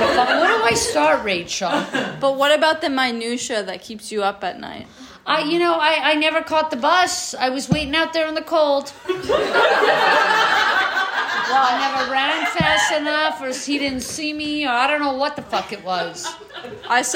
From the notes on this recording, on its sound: Lil taste of a slightly disastrous live show.